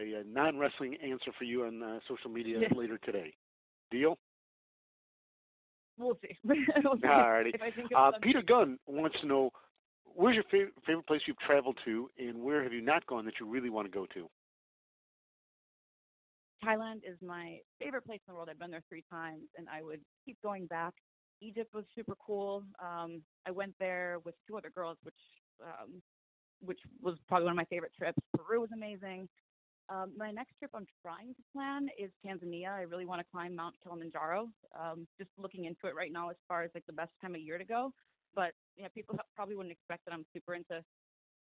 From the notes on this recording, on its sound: Media Teleconference Interview